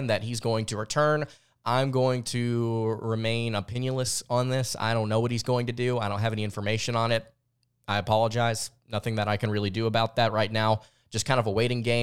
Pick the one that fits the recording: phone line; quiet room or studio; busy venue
quiet room or studio